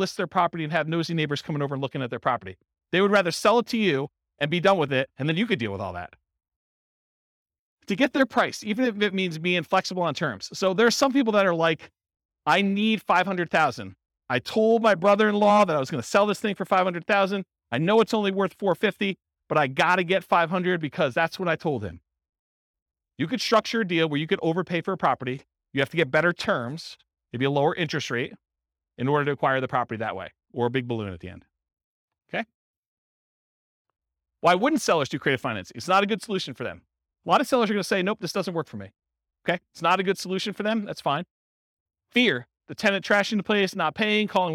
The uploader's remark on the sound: This was a live class recorded